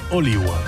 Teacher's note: Ya saben que la U o la V se pronunciaban así en latín clásico, como si fuera una W.